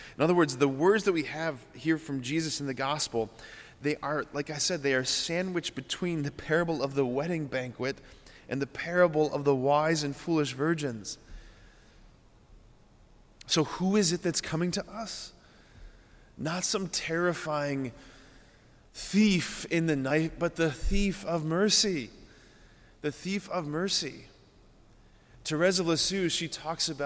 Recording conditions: large echoing room